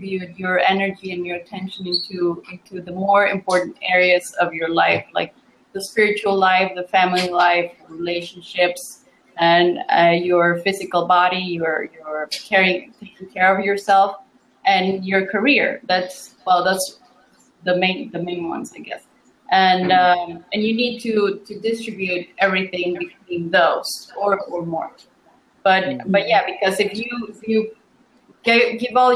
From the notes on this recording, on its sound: I have downloaded the audio from that online meeting for our listeners to enjoy on The SHAIR Podcast.